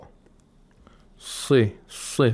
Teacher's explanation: We have a Sad, which is a letter of Isti'la with a Kasra. So we have to apply Tafkhim.